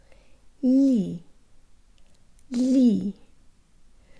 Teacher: The second syllable consists of a soft L and an E vowel with the tongue high and forward. Ли, ли. There's almost a Y sound built into the L, and if yours doesn't sound like mine, allow the sides of your tongue to come away from your upper molars and move your tongue a bit further forward.